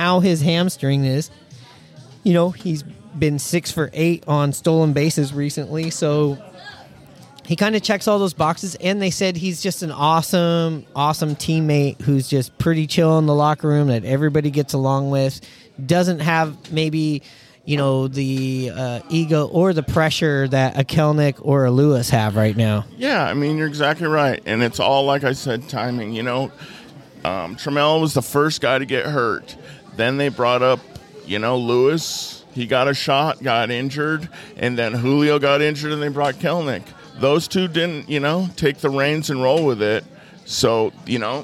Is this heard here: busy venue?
yes